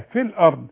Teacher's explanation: تقولي في الأرض، تبين الهمزة والراء مش في الأرض، في الآ في الأرض.